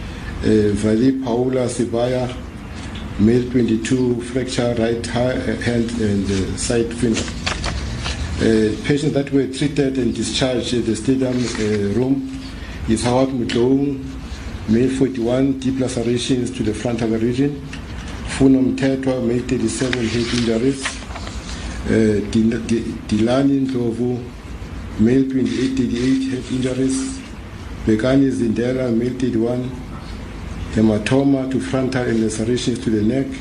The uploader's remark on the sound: addressing a media conference